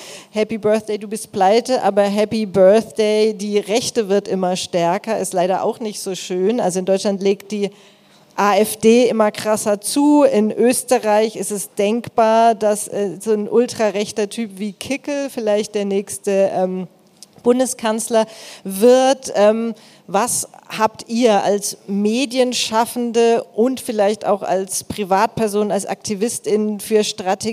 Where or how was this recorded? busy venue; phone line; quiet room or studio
busy venue